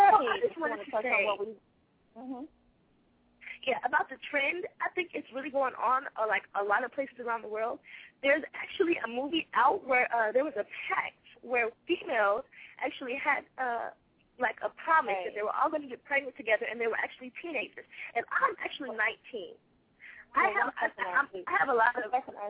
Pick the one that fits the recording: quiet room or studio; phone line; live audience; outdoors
phone line